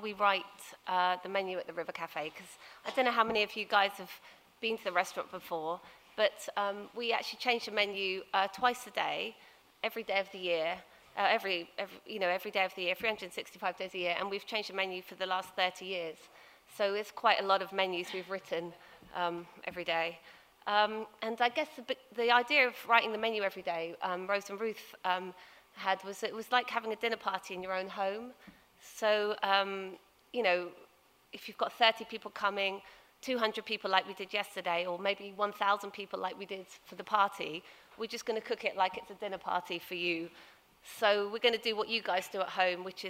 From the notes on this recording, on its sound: Recorded at 5x15 in November 2017. There are only two rules - no scripts and only 15 minutes each.